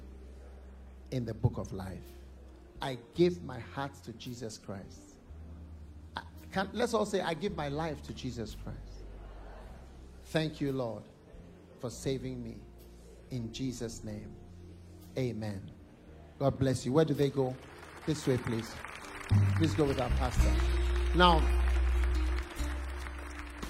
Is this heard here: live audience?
yes